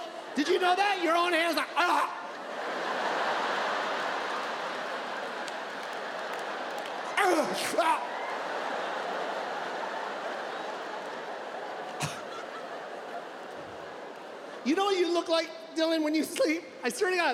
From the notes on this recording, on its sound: In his Netflix special "Live from the LA Forum".